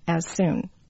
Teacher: Soon begins with an S sound, so two of the same sound, one drops out. And again, it's that smoothing of the rhythm of the language. · So as ends with a z or close to an s sound. Soon begins with an S sound, so two of the same sound, one drops out.